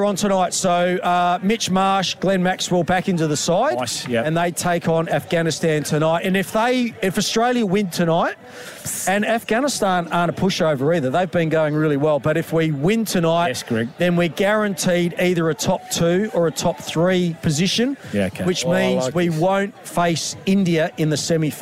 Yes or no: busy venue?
yes